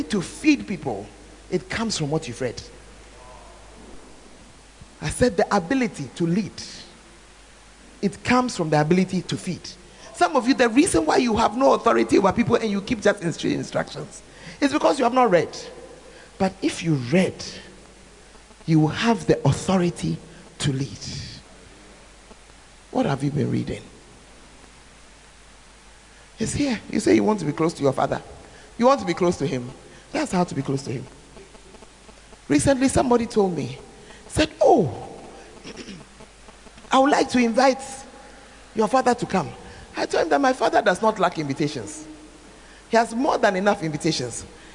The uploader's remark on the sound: Preached At The 12 Foundations Of The Bacenta Camp